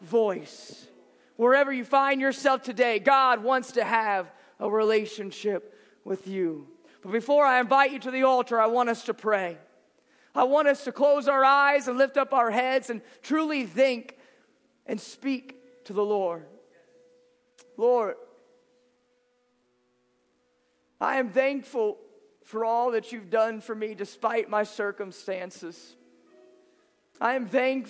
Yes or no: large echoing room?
yes